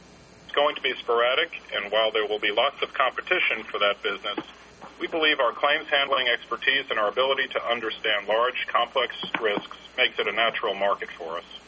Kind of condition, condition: link, phone line